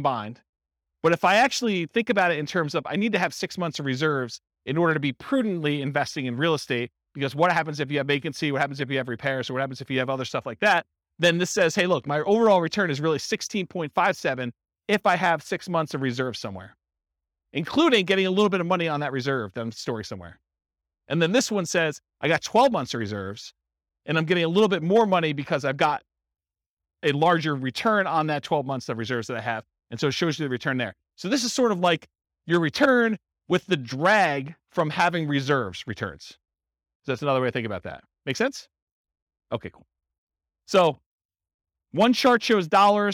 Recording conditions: live audience